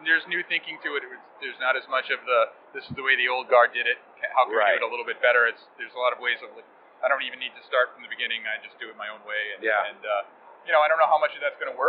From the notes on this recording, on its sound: The recent Coffee Expo in Boston. In fact, we have LIVE clips from the event.